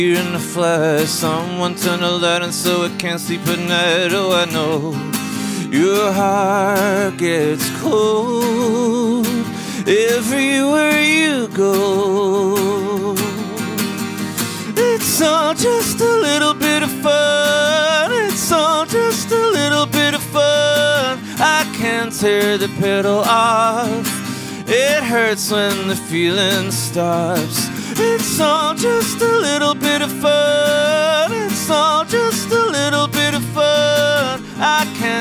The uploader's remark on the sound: 88FIVE LIVE at SXSW 2022. This 88FIVE Live comes from our recent trip to Austin for SXSW 2022! Recorded in Austin during SXSW.